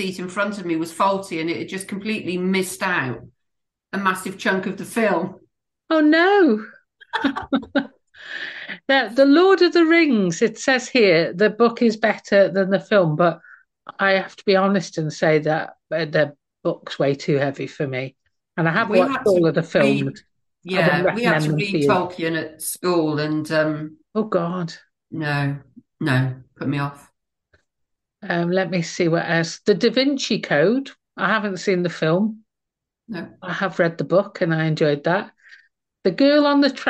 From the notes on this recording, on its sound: managed to talk for long enough that Zoom kicked us off the meeting